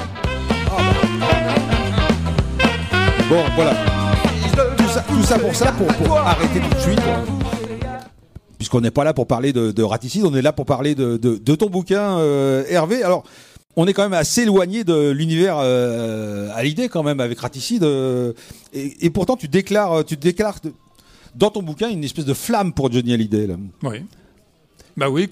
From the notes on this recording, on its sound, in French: A l’occasion de la Bourse aux disques et à la BD, organisée par Radio Béton, des Poches sous les yeux a déplacé son équipe de chroniqueurs à Mame.